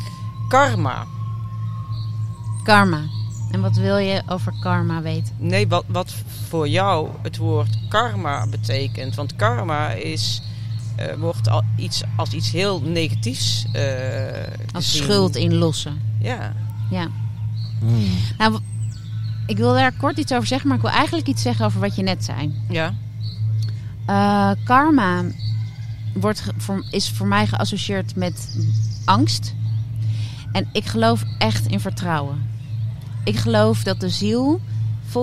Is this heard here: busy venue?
yes